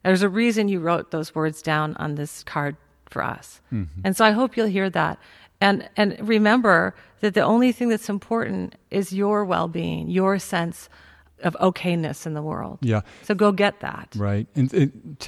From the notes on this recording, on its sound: Dear Sugar: Live In Cambridge. In front of a live audience at First Parish Church in Cambridge, Massachusetts.